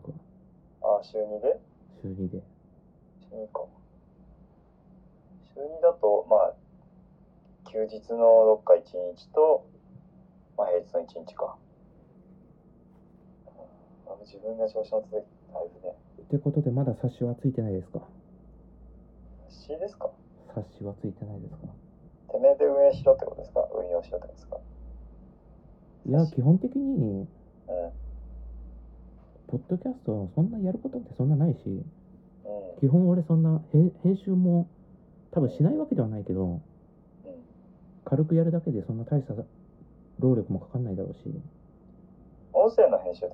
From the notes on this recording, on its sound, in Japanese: スピーカー直録音のためボロボロ音質